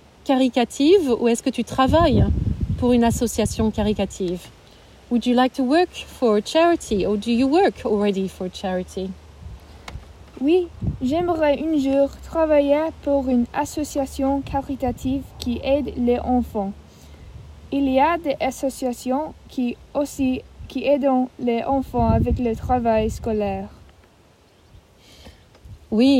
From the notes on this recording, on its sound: happened outside (Covid 19 restrictions)